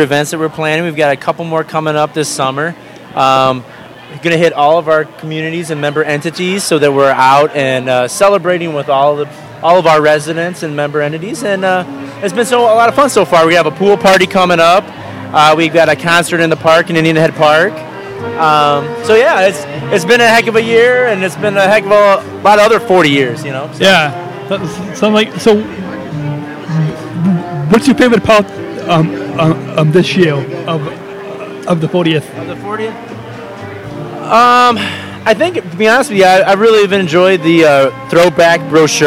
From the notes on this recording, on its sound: LIVE From 2016 Believe & Achieve Banquet. Podcasting live from the 2016 Believe & Achieve Banquet in celebration of SEASPAR's 40th anniversary. Tune-in to hear from participants, staff, and all those involved.